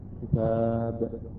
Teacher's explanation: هاي الباء عندما سكنت وقبلها حرف مد، الألف، وقبلها حرف مد، الألف، الألف الساكنة قبلها مفتوح، بعدها أصبح سكون. هنا عندما وقفنا أصبح عندنا سكون، هذا السكون يسمى السكون العارض، يعني ليس من أصل الكلمة.